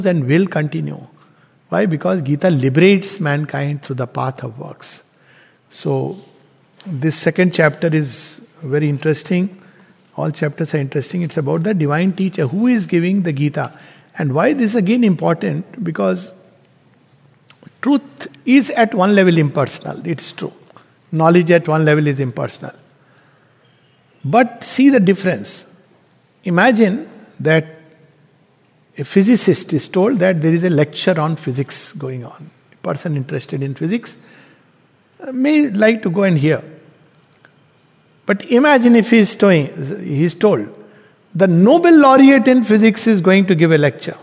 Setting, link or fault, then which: setting, large echoing room